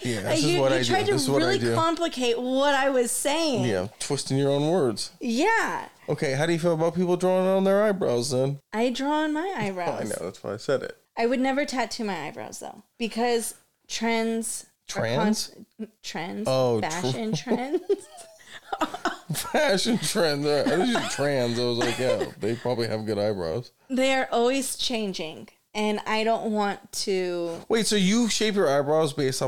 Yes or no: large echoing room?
no